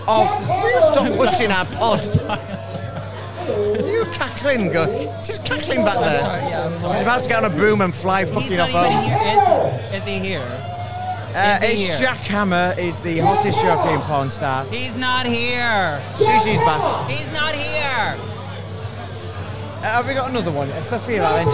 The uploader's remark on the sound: We finally made it to our very first LIVE broadcast and what better place to do it than from the Prowler European Porn Awards 2019 at Fire in London. Were there on the Red Carpet interviewing the biggest names in the Porn Industry then again Stage side where the action was for Awards.